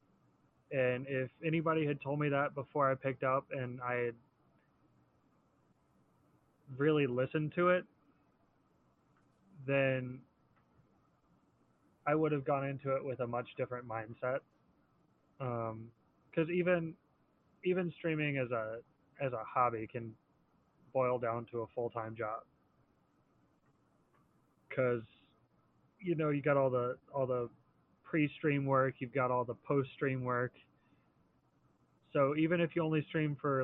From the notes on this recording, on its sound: Despite some audio issues.